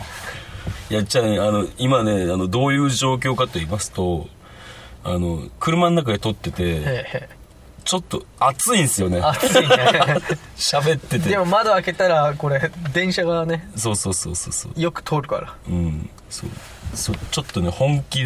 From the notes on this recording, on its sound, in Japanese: 灼熱の車内で録音した与太話！